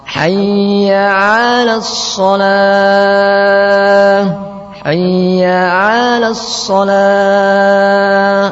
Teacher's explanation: Masuk berikutnya pada ala. Memanjangkan ain sehingga menjadi 'alas shalah.